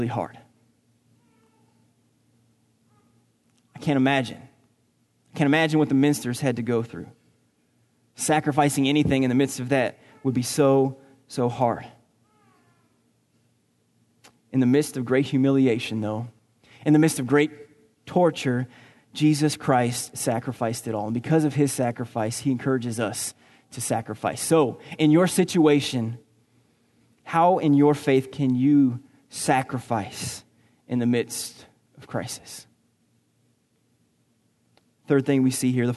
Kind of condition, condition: setting, large echoing room